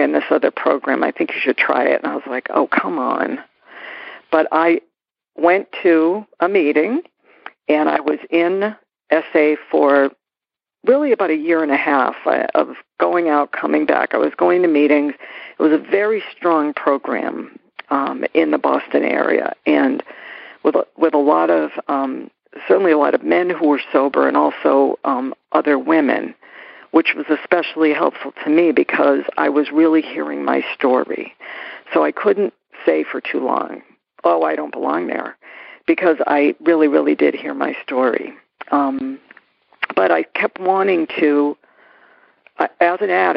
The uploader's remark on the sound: Noon Phone Speaker Meeting